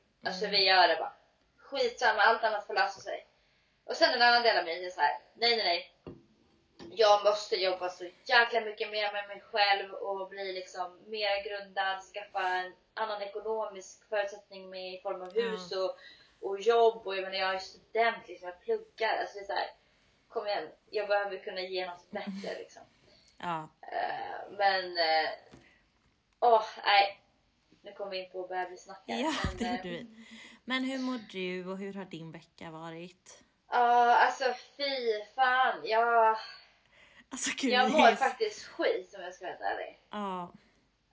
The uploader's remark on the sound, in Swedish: därav ljudet är lite lägre överlag och hennes inte är i bästa kvalité